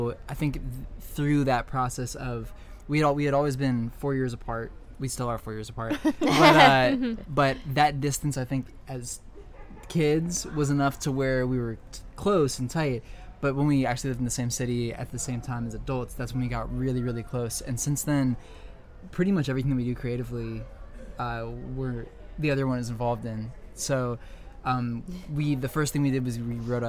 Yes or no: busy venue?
yes